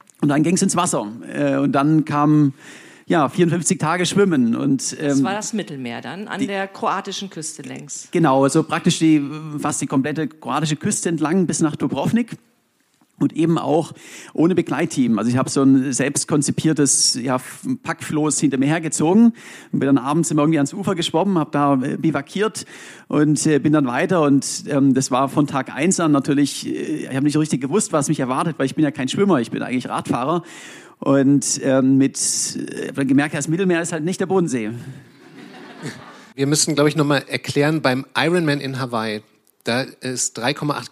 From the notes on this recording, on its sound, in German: aufgezeichnet beim ZEIT ONLINE Podcast-Festival in Berlin am 11.